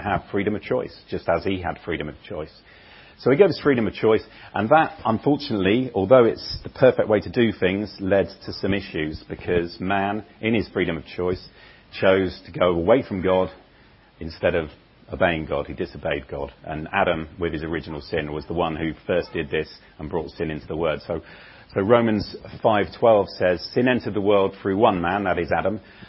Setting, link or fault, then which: setting, large echoing room